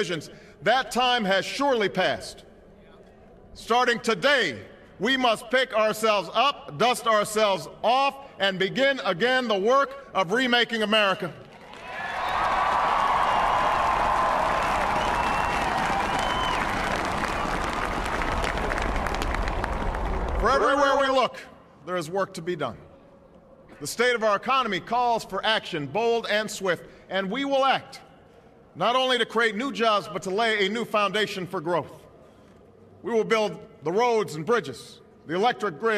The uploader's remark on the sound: At the West Front of the United States Capitol in Washington, D. The 56th inauguration, which set a record attendance for any event held in the city.